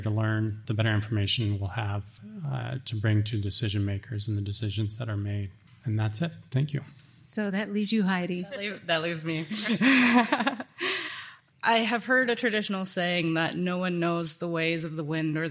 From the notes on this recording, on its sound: This event was recorded at the Alaska Native Heritage Center. This event was recorded at the Alaska Native Heritage Center.